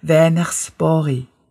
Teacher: Ja, und im Südschwedischen wiederum, also der Bereich Skåne, Blekinge, der Süden von Småland, von Süden von Halland, dort spricht man das gekrächzte Rachen-Ech. Also das ist kein gerolltes deutsches R, sondern es ist eher so ein Ech.